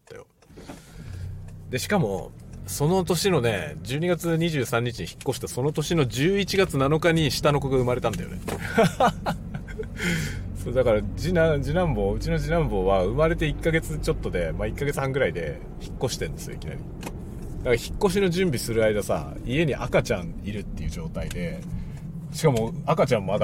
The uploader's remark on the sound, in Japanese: 朝から郵便局へ出かける予定があったので車を運転しながら雑談収録しました。使用マイク：ZOOM M3 MicTrak、TASCAM TM-82（エンディングのみ）。